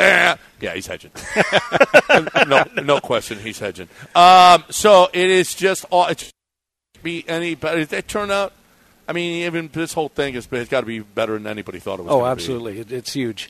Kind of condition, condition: setting, busy venue